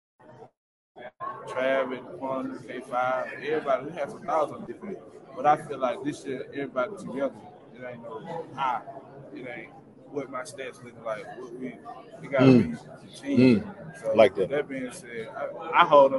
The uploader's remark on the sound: Live Interviews from SWAC Media Day